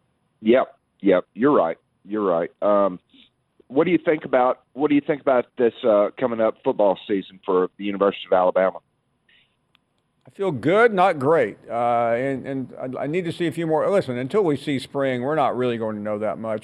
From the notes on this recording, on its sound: we continue with more of your phone calls